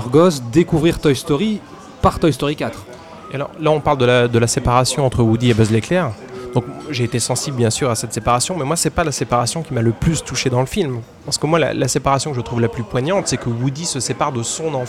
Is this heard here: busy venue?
yes